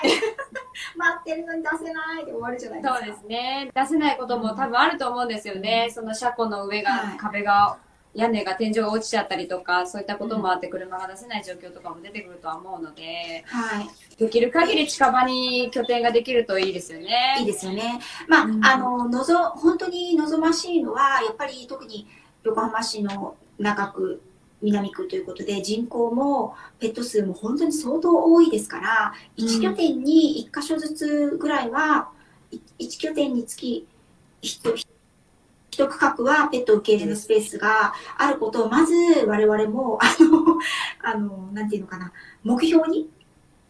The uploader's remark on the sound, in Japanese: インスタライブの音源公開となります。録画の録音につき 音質が良くない点はご容赦ください。